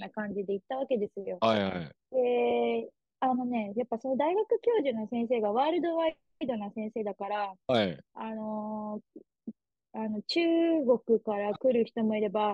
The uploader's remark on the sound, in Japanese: zoom録音しました